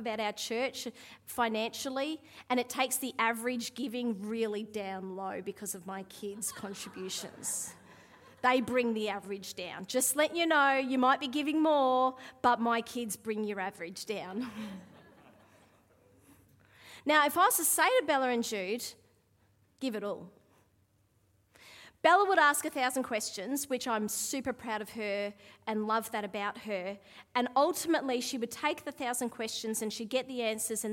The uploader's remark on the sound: Live at Echo Church Melbourne